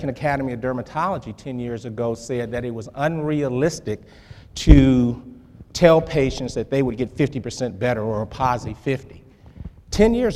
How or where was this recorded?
live audience